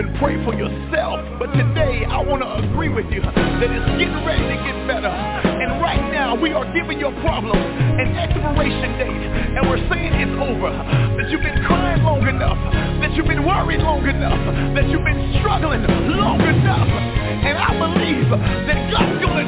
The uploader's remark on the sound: TNTSuperfantastic Conference Call